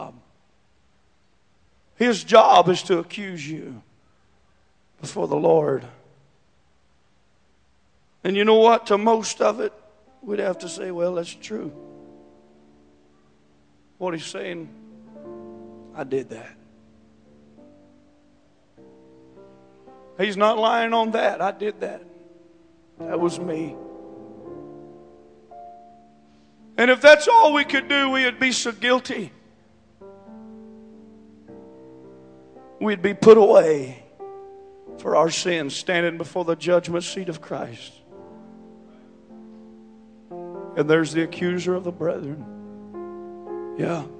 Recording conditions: large echoing room